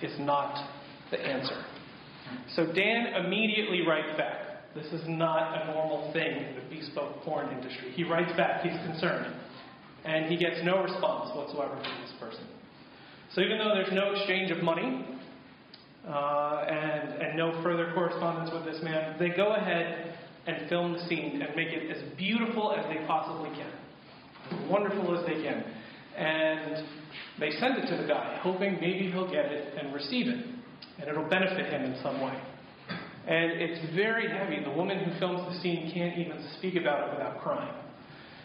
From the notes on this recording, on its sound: This week's episode features audio from a workshop